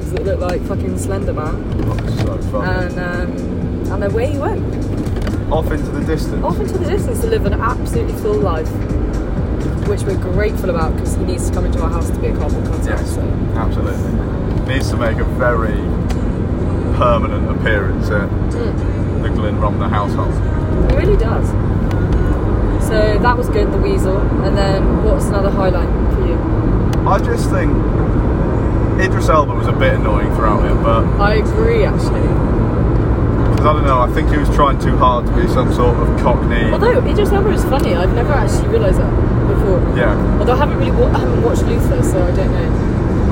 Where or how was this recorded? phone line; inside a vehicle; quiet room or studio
inside a vehicle